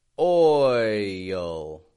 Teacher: Notice I'm not just going oil, oil, but I'm rather stretching out before the L · Term: dark L